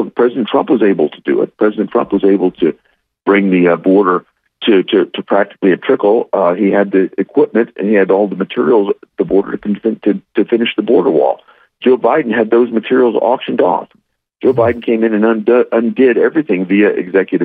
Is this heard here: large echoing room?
no